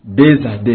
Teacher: on sent comme si la lettre X qui se trouve sur deux, à la fin du mot deux, se prononce comme la lettre Z · Term: liaison